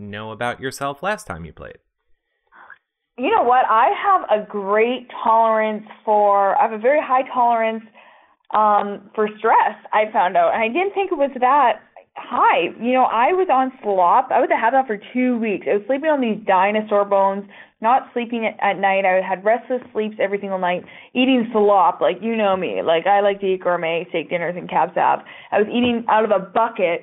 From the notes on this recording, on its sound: This is our phone interview